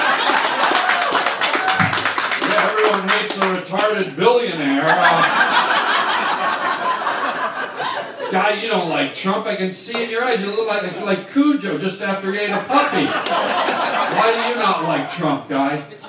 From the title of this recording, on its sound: stand up at BERNIE SANDERS rally